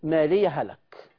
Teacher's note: إدغام الهاء في الهاء في مالية هلك